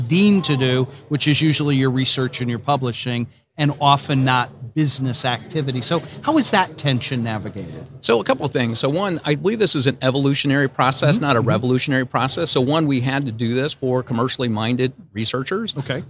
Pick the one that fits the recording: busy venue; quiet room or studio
busy venue